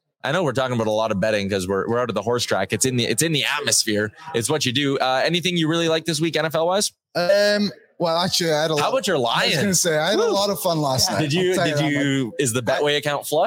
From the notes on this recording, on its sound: live from Century Mile Racetrack and Casino for a Friday evening show